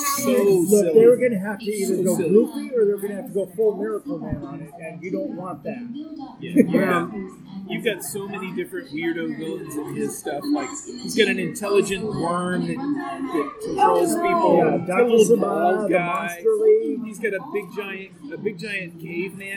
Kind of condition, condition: setting, busy venue